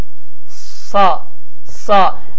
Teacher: Sad hərfində isə dilimizin ucunu sinin məxrəcindən biraz yuxarı qaldırırıq.